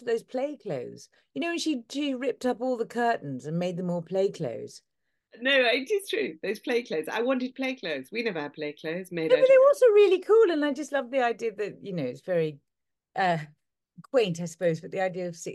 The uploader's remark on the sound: This episode was filmed on Zoom